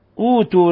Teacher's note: أوتوا مد بدل، ليس لحفص ولا لسائر القراء فيه إلا القصر، بخلاف ورش فله فيه ثلاثة البدل، القصر والتوسط والإشباع.